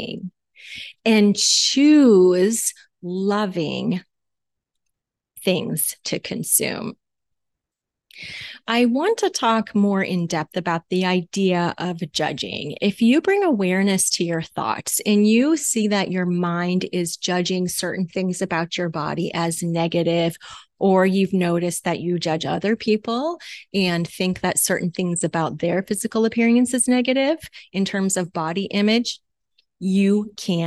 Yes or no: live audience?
no